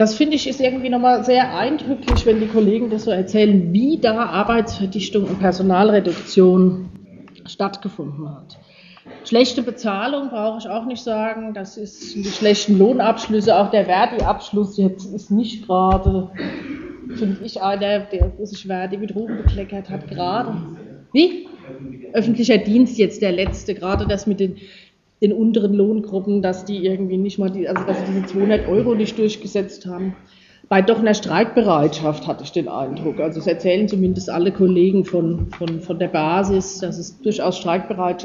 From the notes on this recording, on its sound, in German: Geschnittener Mitschnitt eines Vortrags. Über Burnout in Darmstadt.